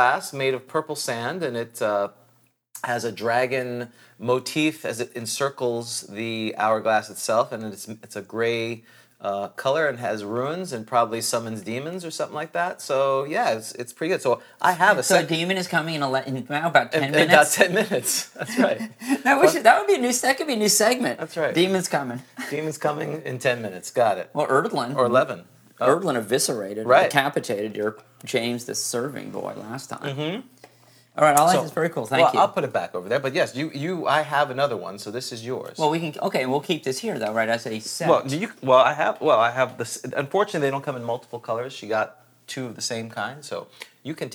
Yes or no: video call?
no